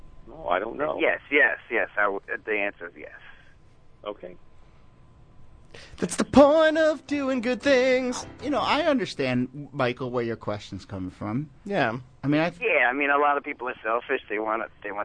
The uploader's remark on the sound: Audio from our special call-in on WFMU Radio.